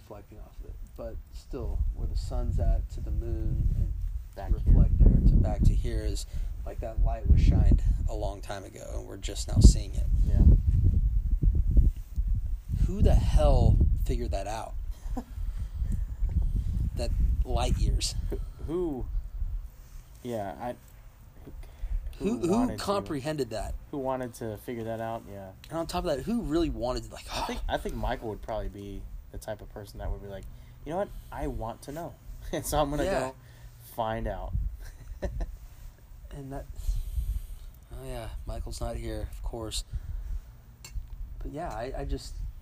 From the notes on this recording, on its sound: travels out to the country to have a fireside chat